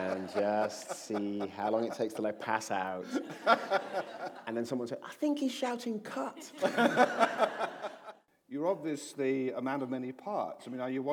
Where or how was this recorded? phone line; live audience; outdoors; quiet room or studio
live audience